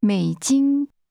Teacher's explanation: American dollars is pronounced with a falling, rising tone, followed by a high level tone.